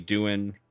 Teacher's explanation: The G at the end of a ing isn't pronounced either.